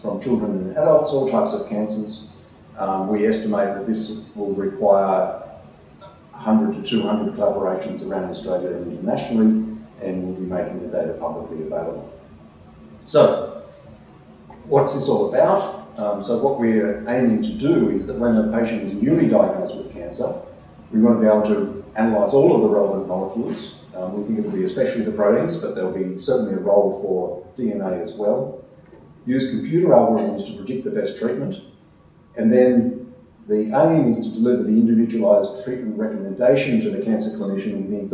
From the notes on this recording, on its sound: A Sydney Ideas event held at Westmead Institute for Medical Research (WIMR) on Monday 13 August, as part of Sydney Science Festival.